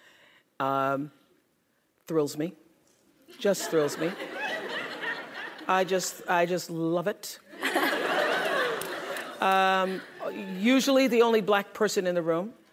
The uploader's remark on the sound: Stanford GSB’s View From The Top is the Dean’s premier speaker series. During student-led interviews and before a live audience.